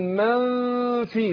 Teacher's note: الفاء بتخرج من بطن الشفة السفلى مع الثنية العليا